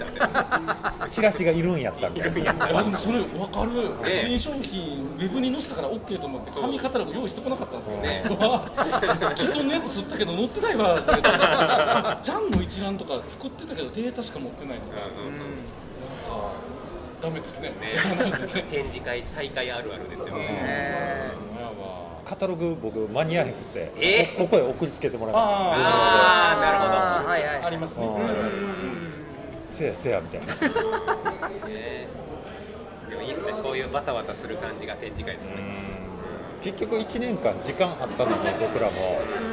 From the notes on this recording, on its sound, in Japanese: 特別編：FRAT3会場より。今回は特別編として、FRAT3の会場での収録の模様をお届けします。